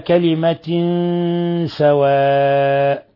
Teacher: قوله تعالى إلى كلمة سواء، تنوين كسر جاء بعده السين، الحكم التجويدي إخفاء حقيقي